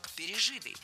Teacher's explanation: Если перед нами причастие, а здесь перед нами именно оно, то ударение ставим на третий слог – пережитый.